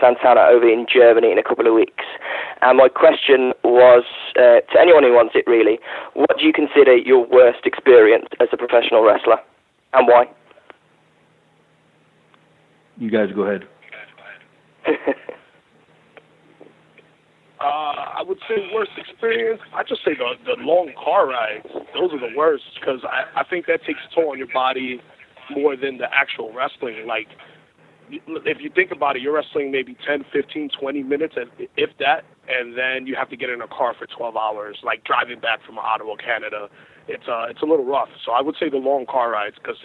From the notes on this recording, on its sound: the full audio from the September 20, 2017 GFW Media Call